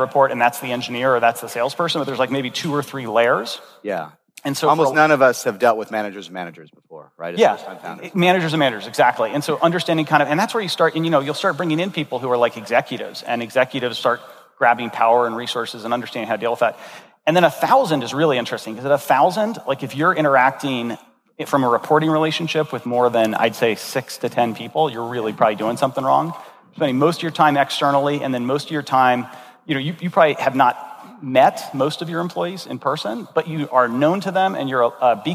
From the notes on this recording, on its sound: This episode was recorded at Saastr Annual 2016